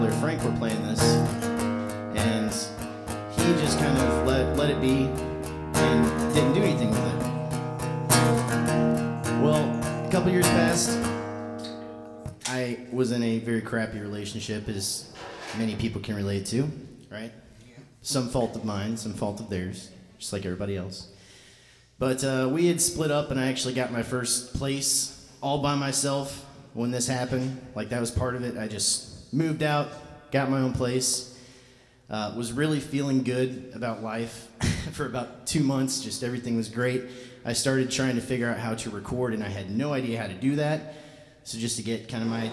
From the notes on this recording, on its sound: Out to Naked Vine for my monthly Singer Songwriter Storytelling Showcase. This is the live audio recorded that evening!